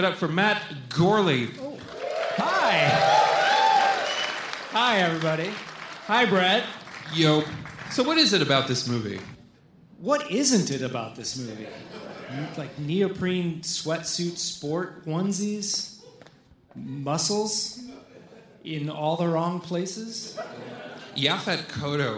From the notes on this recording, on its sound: Live from Alamo Drafthouse. Presented by the Alamo Drafthouse and recorded live from The Regent Theater in Downtown Los Angeles.